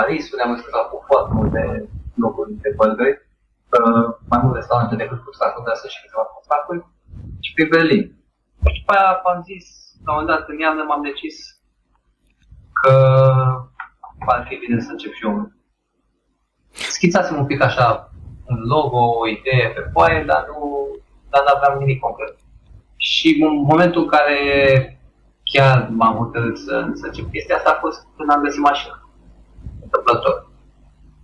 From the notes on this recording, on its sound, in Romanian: Editarea audio a fost (inca o data) un cosmar; serviciul care m-a salvat a fost Auphonic, pentru a aduce la acelasi nivel cele 2 track-uri audio salvate cu MP3 Skype recorder.